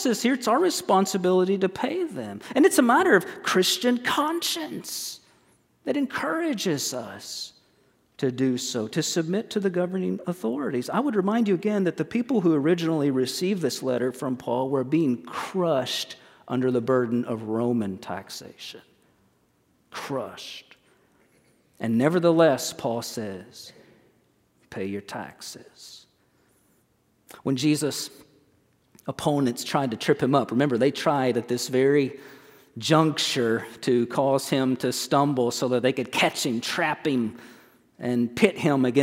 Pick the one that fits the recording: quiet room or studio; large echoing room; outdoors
large echoing room